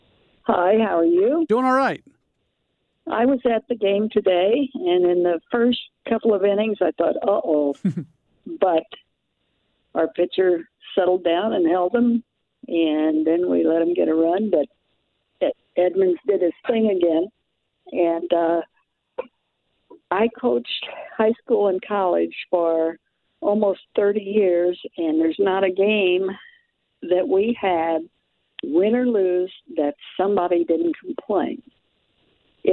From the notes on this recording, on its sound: Opens up the phone lines to take your calls on the Cardinals.